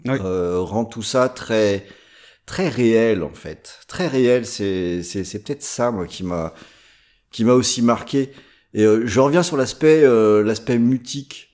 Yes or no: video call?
no